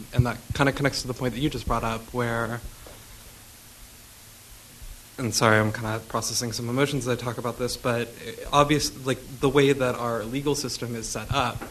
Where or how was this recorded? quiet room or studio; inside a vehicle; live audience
live audience